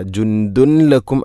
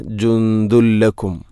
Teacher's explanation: ജുന്ദുൻ, അതുപോലെ ദാലിൽ തൻവീനാണ്, ശേഷം ലാം. ഇദ്ഗാം ബിലാ ഗുന്ന, തൻവീനിനെ ലാമിലേക്ക് കൂട്ടിലയിപ്പിക്കണം. · Shown in: second take · അപ്പോൾ ആ നൂനിൻ്റെ ശബ്ദം കേൾക്കൂല, ജുന്ദുൻ എന്ന ശബ്ദമില്ല.